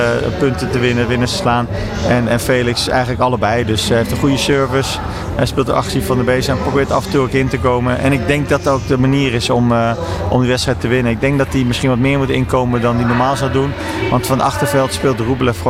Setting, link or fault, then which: setting, busy venue